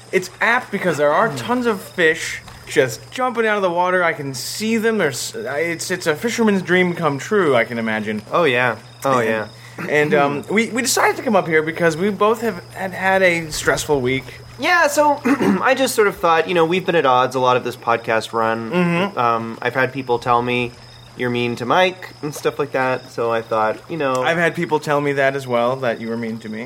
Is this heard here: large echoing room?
no